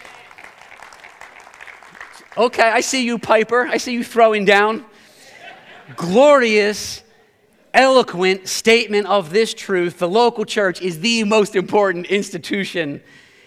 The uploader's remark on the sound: preached this sermon at Covenant Fellowship Church on January 8, 2023.